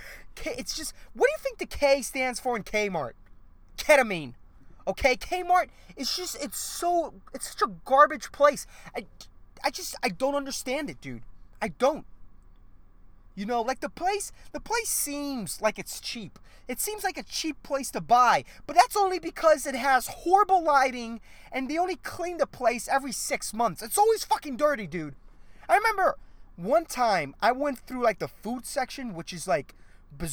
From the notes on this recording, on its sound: I did this episode in my car